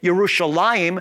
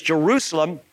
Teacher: But because of the confusion that came about as a result of the wrong accent markings and compounded with the fact that over time, the Yah sound became a J sound, as I indicated, is in the case with Yerushalayim, which is the correct way to say Jerusalem, versus Jerusalem.